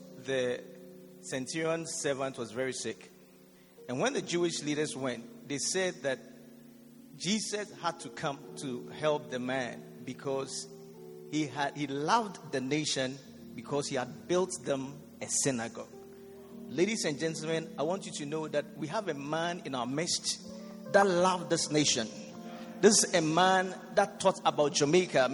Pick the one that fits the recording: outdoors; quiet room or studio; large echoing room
large echoing room